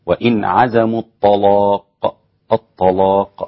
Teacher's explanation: طيب، وإن عزموا الطلاق غلظ اللام الإمام ورش عن نافع فيصير النطق بها هكذا، وإن عزموا الطلاق هكذا. لماذا غلظت اللام؟ لأن الطاء قبلها مفخمة، فناسب من يسر الكلمة ويسر النطق أن تكون الكلمة على تفخيم واحد · Term: تغليظ اللام